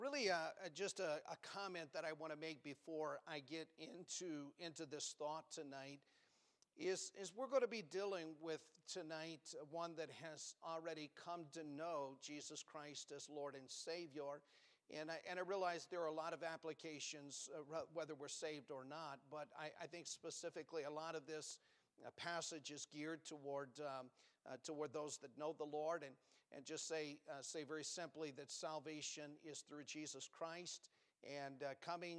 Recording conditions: large echoing room